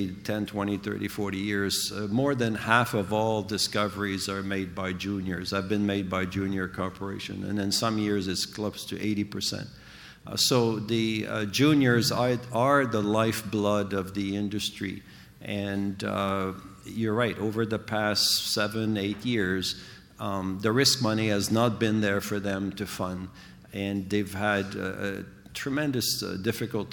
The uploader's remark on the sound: We travel to the heart of London to bring you this week's episode. This exclusive interview is recorded live at the Northern Miner's Canadian Mining Symposium held in late April in Canada House at Trafalgar Square.